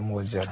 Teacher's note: مؤجلة يبدلها ورش، يبدل الهمزة واوا، موجلة حركة بقى بالفتح يبقى موجلة.